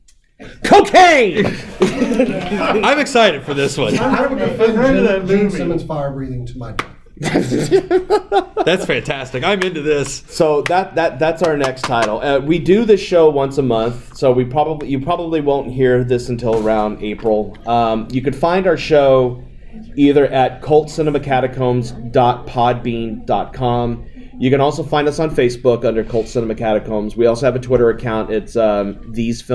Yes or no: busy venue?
yes